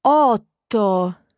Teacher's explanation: there's silence between the otto, the first part of the word, and the second part of the word · Term: double consonant sound